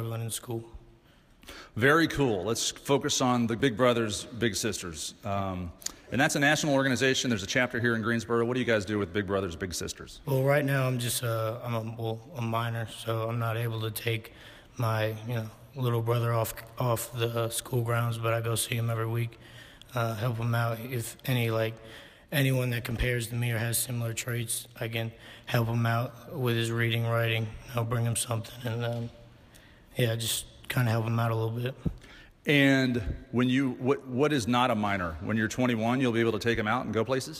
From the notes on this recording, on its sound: This broadcast begins with a live studio audience at Guilford College in Greensboro NC.